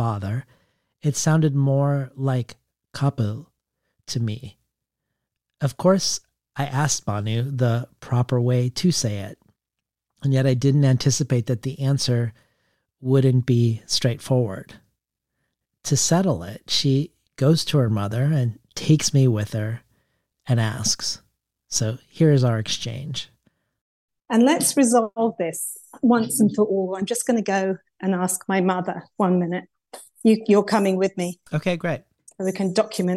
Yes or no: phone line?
no